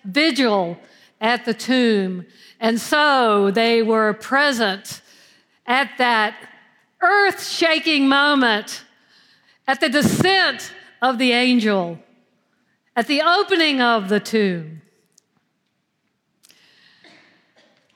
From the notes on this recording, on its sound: at Foundry United Methodist Church on Easter Sunday April 9th, 2023.